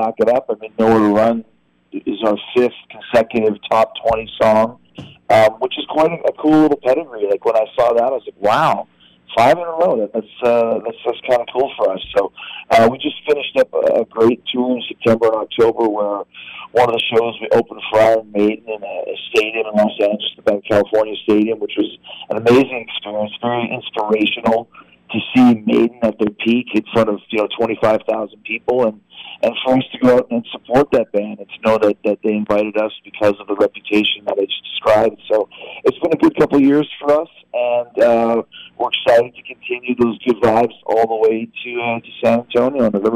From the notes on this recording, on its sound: joins us on the phone